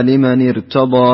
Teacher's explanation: وضح تفخيم الراء، لأن حكمها في ارتضى التفخيم.